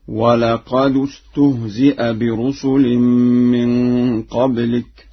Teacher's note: قرأها ورش بضم الدال في لفظ قد